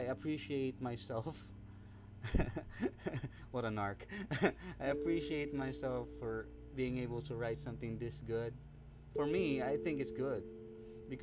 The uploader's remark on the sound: Kindly up the volume on this one since the audio recording is low, im used my mobile on this one.